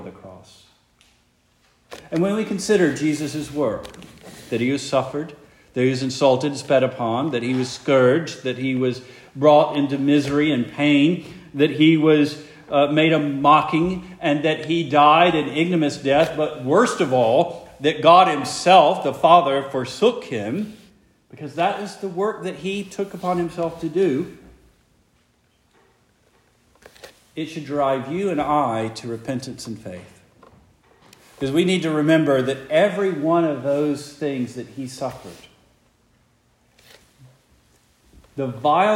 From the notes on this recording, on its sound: Preached the morning of February 25, 2024, for the Heidelberg Presbyterian Church in Heidelberg, Mississippi.